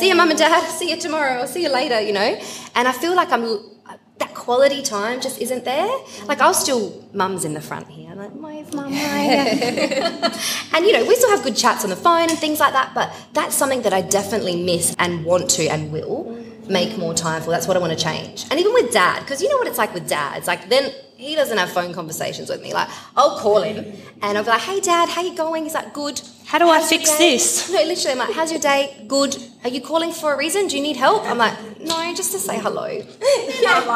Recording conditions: live audience